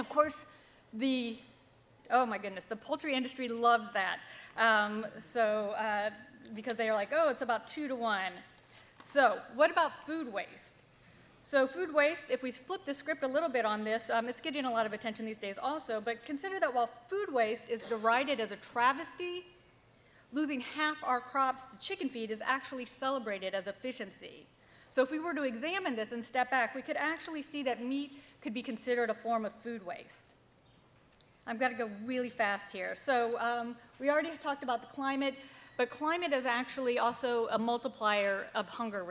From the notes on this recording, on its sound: This episode features a recording of a panel discussion from the Reducetarian Summit, held in New York City in May 2017.